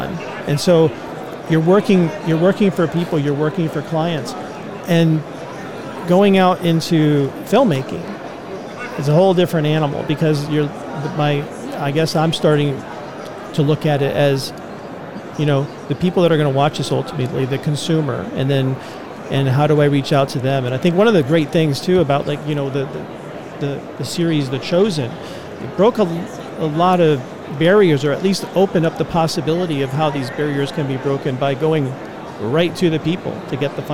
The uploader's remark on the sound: LIVE from NRB 2022!